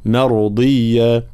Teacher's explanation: الراء هنا ساكنة مسبوقة بفتح، فإننا نفخمها فلا نقول مرضية، لا مراء، مرضية هكذا.